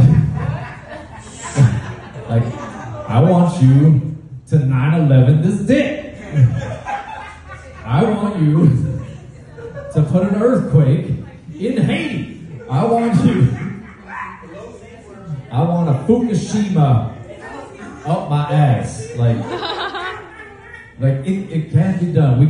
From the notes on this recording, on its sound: We bring you the live entertainment from an open mic at Leaves and Roots-Ft. Lauderdale, FL.